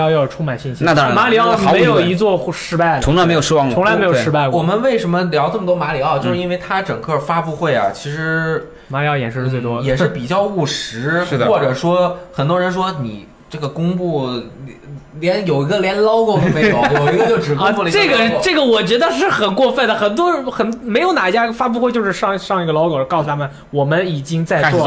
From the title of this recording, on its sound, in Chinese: 2017E3特企现场篇